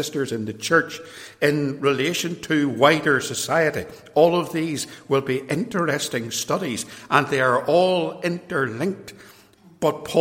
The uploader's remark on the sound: This episode is an extract from a sermon preached at Templepatrick Reformed Church, Northern Ireland.